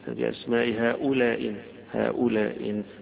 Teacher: قراءة ثالثة بالإسقاط يسقط الهمزة الأولى